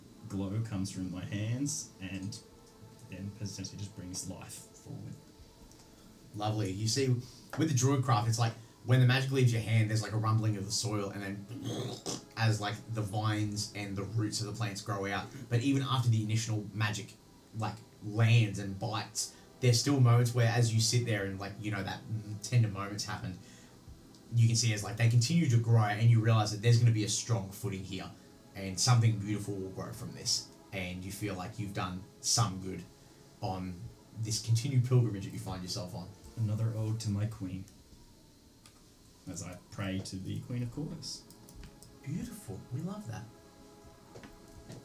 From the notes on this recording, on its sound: Please be wary of the audio shifts intermittently throughout the episode, we had audio interference and salvaged what we could!